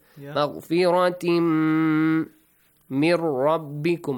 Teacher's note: ميم matches the yermalun letters. So idgham, you merge them and pronounce with a nasal sound. Plus two counts, stretch it for two counts.